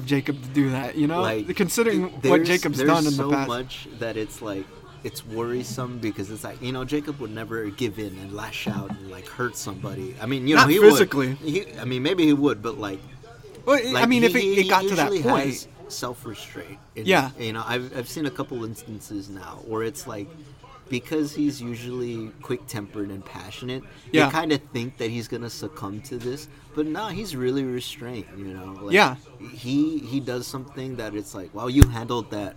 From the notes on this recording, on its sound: Recorded at Denny's